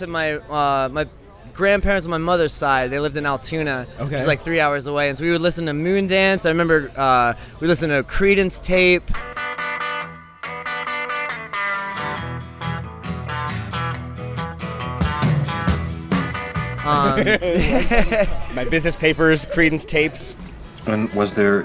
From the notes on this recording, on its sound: backstage at Philadelphia's 'Budweiser Made in America Festival